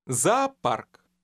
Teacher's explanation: The two Russian O's will have a long ah sound.